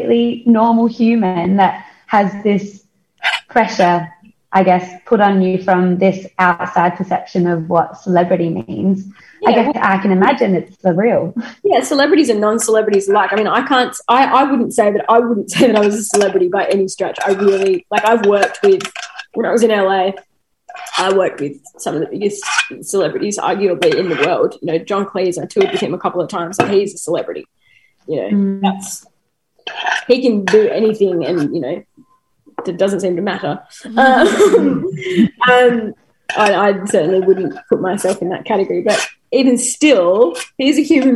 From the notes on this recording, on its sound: This episode was recorded while South Australia was in lockdown. Chatting over Zoom today. This podcast is recorded on the land of the Kaurna people.